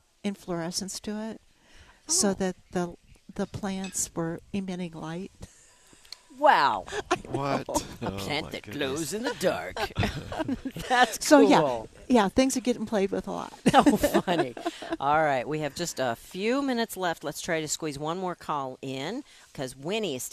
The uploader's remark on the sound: live from Prairie Gardens